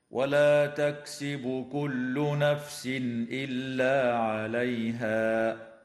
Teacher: التنوين في قوله تعالى: نفس إلا، حكمه الإظهار الحلقي. ويجوز الوقف على كلمة عليها من قبيل الوقف الكافي.